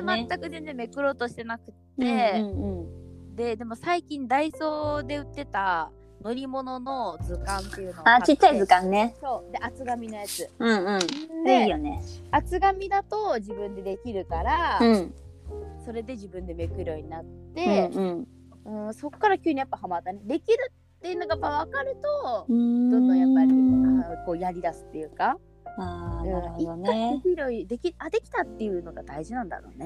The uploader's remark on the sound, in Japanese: このラジオはリモートで収録しています。電波が悪い場合、会話がズレることがあります。聞きづらいかと思いますがご了承ください。